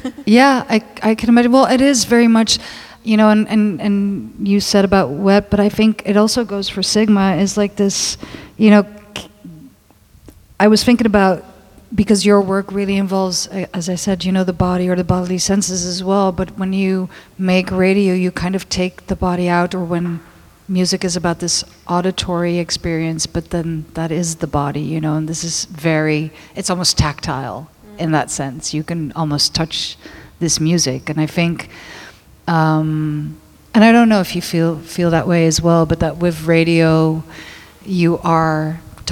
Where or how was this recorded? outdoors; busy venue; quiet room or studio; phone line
busy venue